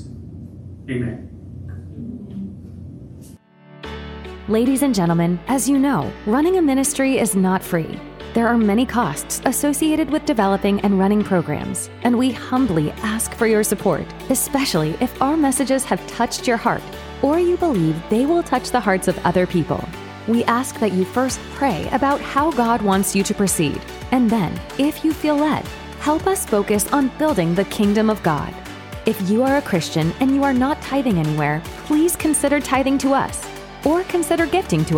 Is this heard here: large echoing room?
yes